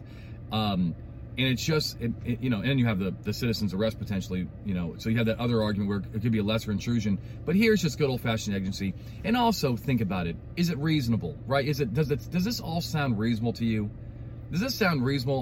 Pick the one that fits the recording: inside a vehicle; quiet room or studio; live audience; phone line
inside a vehicle